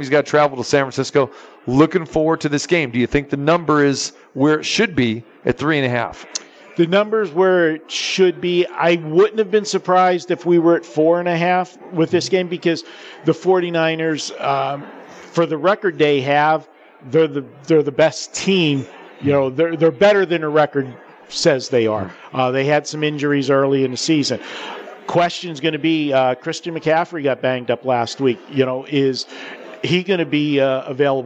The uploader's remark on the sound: Live from the Superbook at the Westgate.